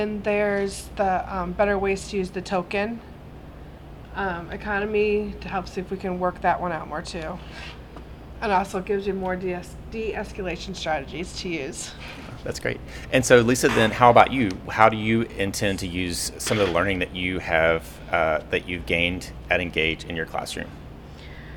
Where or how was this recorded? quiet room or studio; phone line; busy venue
busy venue